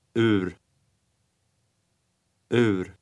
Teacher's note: starts with an U sound, followed by a Swedish R